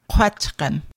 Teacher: Q raised W pronounced Q with rounded lips